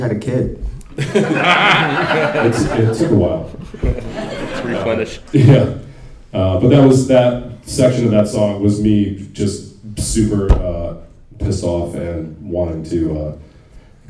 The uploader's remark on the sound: The panel took place at Dark Side Of The Con 3, presented by VampireFreaks. The con crowd’s great questions.